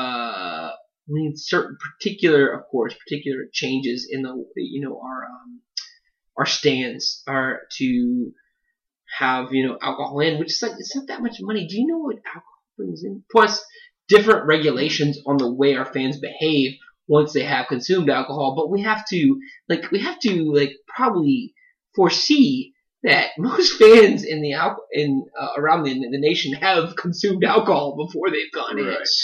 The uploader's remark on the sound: I messed up the hardware configuration before the recording and the resulting sound quality is atrocious.